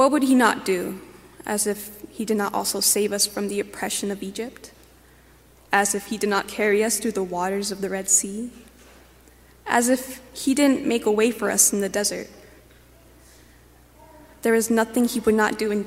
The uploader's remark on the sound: Preached at The First Presbyterian Church of Brooklyn